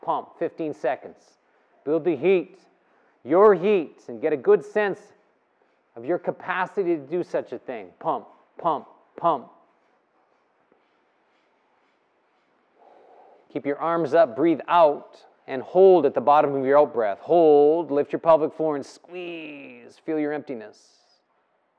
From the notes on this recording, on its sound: The live practice took place before a yoga practice at Peace Retreat in Los Pargos, Costa Rica in February of 2022.